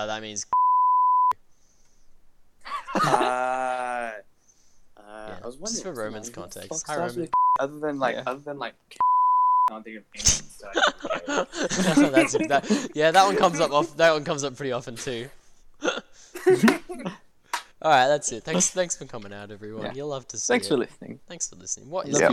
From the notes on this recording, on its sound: No shortage of talking over eachother and bad internet connection.